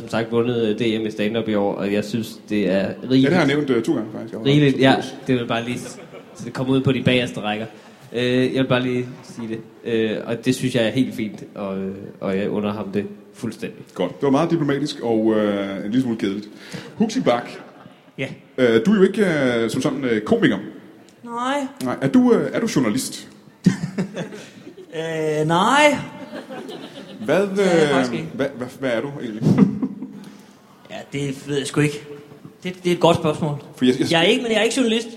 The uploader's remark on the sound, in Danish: Skuespilhuset #ZCF LIVE